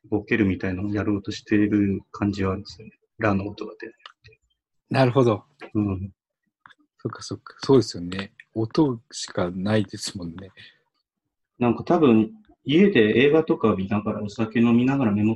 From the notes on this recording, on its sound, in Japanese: ZOOMの録りやすさ。収録地：それぞれの家（ZOOM収録）。